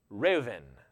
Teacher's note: this would have been pronounced Reuven. The B would be a V sound.